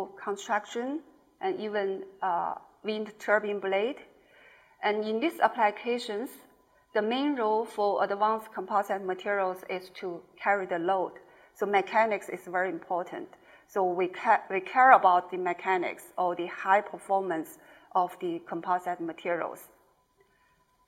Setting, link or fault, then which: setting, live audience